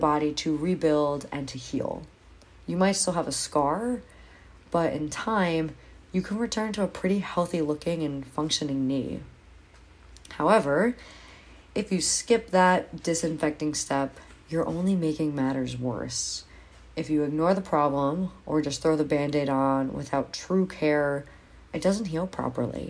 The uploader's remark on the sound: I didn't have my Blue Snowball mic so this was done on my phone